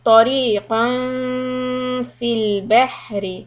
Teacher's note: So here the ikhfa will be soft, close to the makhraj of fa.